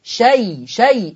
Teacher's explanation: طيب ومهموز، لأن الياء جه بعدها حرف الهمزة فسميت مد لين مهموز، عشان كده بقول تمد الياء في لفظ شيء